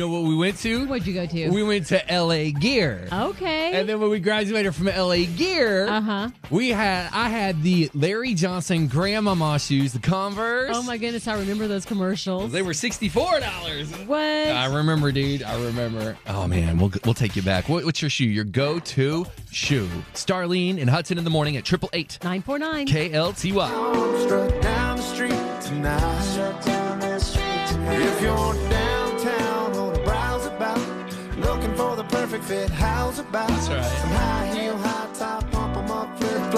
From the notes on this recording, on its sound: Listeners call. On 94.9 KLTY!